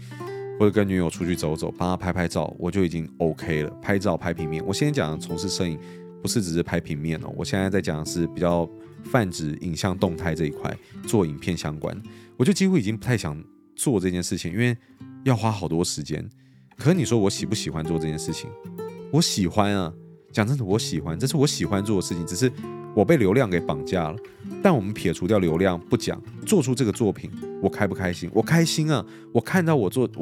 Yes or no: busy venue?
no